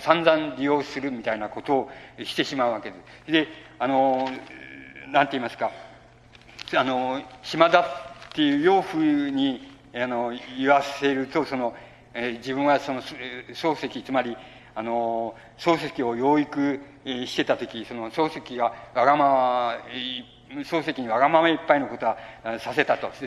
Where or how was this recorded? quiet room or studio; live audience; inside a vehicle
live audience